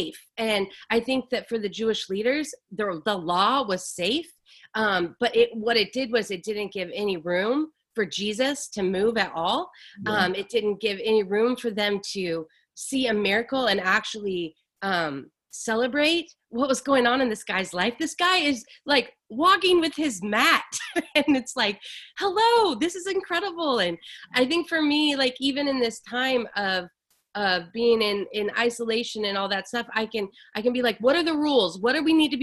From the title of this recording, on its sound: LWRV Zoom Church